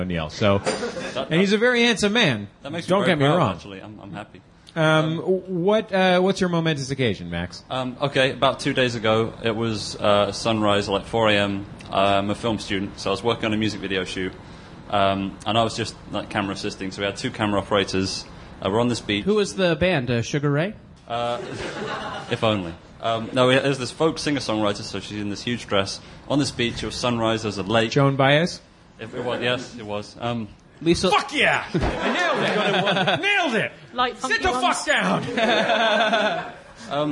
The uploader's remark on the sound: perform live at the Edinburgh Fringe Festival and in London, England at The Phoenix